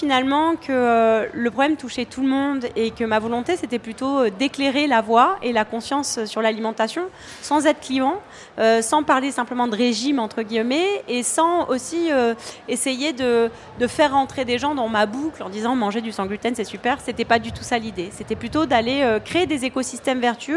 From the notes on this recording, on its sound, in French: en direct de Marseille et du So good Festival